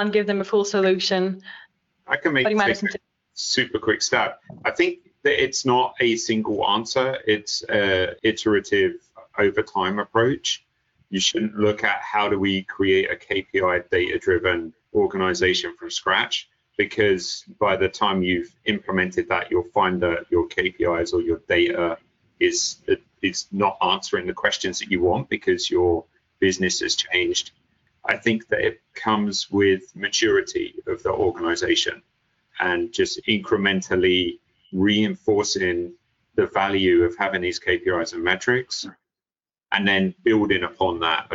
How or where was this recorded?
video call